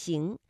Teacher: 忘的诗歌之旅。李白乘舟将欲行，忽闻岸上踏歌声，桃花潭水深千尺，不及汪伦送我情。那么在这首诗当中有哪些鸡栖息的发音呢？我们先来复习一下鸡栖息发音有哪些技巧。鸡发音的时候呢，舌面的前部顶住硬腭前部，软腭上升，堵塞鼻腔通路，声带不颤动，比较弱的气流把舌面的阻碍冲开了一条窄缝，并且从中挤出，摩擦成声，是不送气音。七的发音情况和鸡基本上是一样的，只是气流比较强，是送气音。而息呢，发音的时候，舌面的前部接近了硬腭前部，流出窄缝，软腭上升，堵塞了鼻腔通路，声带不颤动，气流是从舌面和硬腭的前部形成的窄缝当中挤出，摩擦成声的。那么在这首诗当中，像将欲行的将和行，深千尺的千，不及的及，以及送我情的情，都是鸡栖息。也请大家呢在我们的诵读当中巩固鸡栖息的发音方法。哎，那这个听